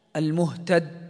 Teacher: ترى أن الصوت قد انحبس ولم يخرج، لأن الدال والجيم من حروف الشدة · Term: صفة الشدة